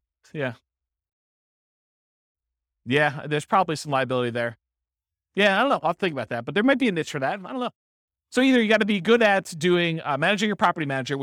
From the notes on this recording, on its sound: This was a live class recorded.